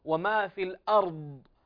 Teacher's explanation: حرف الضاد هنا من حروف الاستطالة ومن الحروف التي تفخم باتفاق